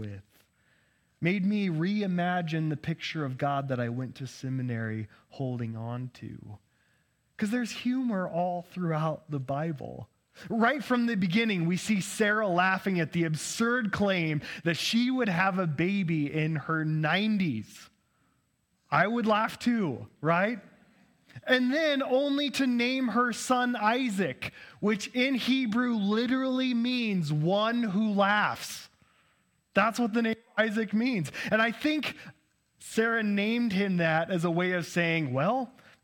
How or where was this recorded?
large echoing room